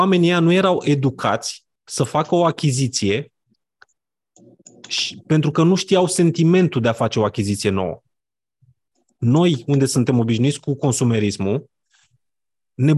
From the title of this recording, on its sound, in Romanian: Conferinta Zoom Saptamanala EcomSchool